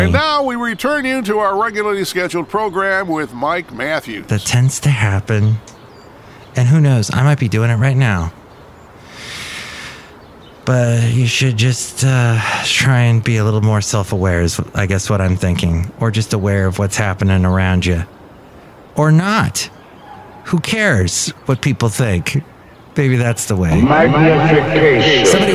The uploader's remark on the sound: podcasts live from Café Anyway